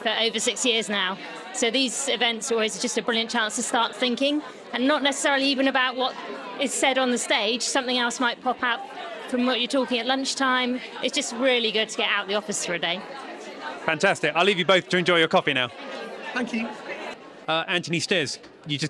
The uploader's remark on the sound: With the first half having been recorded at the AMCIS Admissions Conference in London, then in the second half we jump across into a private conversation.